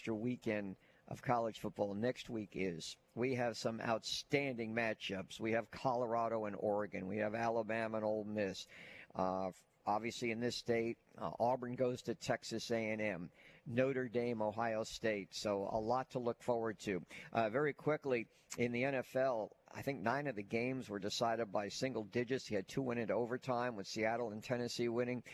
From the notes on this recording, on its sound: live from Baumhower's Victory Grill